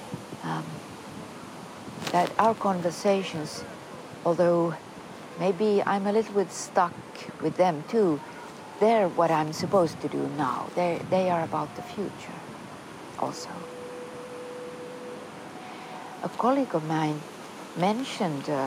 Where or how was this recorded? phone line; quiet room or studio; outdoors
outdoors